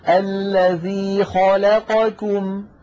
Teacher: مثلا الذي خلقكم، خاء الخاء مفخمة، لا اللام مرققة، قا القاف مفخمة، كم الكاف مرققة